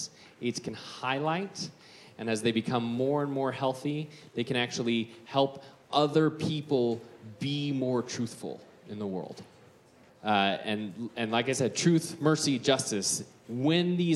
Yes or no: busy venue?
yes